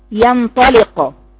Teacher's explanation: الغنة هنا تبقى مفخمة أكثر · Term: تفخيم